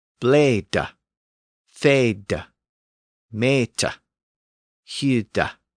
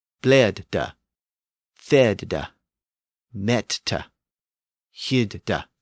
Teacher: All of those initial syllables were left open, so the vowel remained long. · Shown in: first take · That gave us bleed, feed, meet, and hide, all with long vowels.